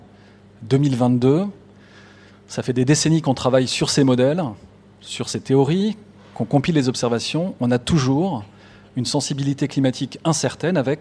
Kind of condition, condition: setting, large echoing room